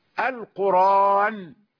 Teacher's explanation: أخذنا فتحة الهمزة أرجعناها إلى الوراء وضعناها على الراء التي كانت ساكنة · Term: النقل